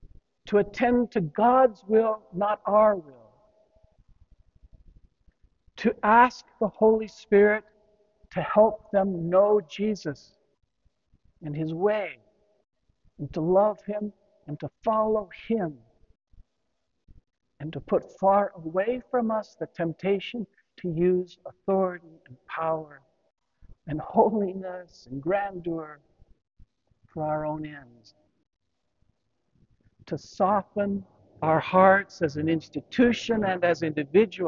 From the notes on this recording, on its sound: Homily delivered to the Saint Francis Catholic Community in Cuenca, Ecuador. Apologies for the poor audio quality of this recording; sometimes technology just lets us down!